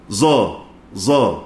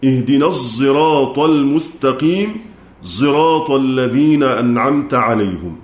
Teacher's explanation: الإشمام له معان أربعة، هذا أحدها أن نخلط حرفا بحرف. فهنا خلف يخلط الزاي بصوت الصاد، والصاد هي الأغلب لأنها الأقوى · Shown in: second take · Term: إشمام الصاد صوت الزاي